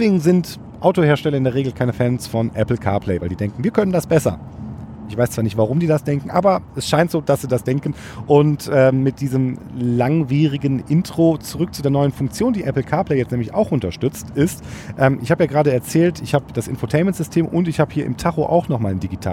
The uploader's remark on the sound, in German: Bevor ich die Folge im Auto aufgenommen habe.